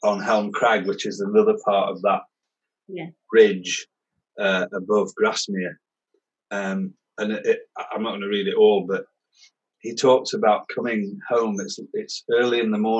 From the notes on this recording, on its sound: The conversation was recorded on Zoom so apologies for the quality.